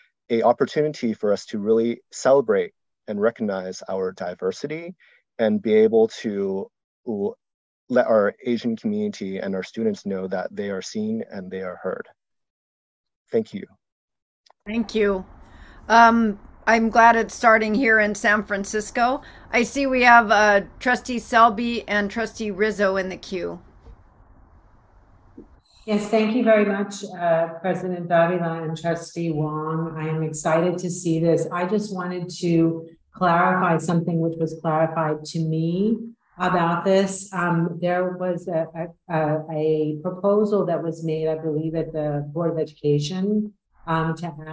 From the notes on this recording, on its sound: Originally on Zoom.